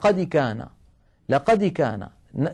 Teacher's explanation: الدال تميل إلى الكسر ميلا واضحا